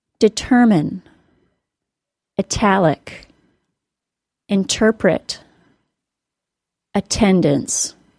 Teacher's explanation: Here's some more words that seem as if they may have a T pronounced as a quick D sound, but don't, because the T is the first sound of a stressed syllable.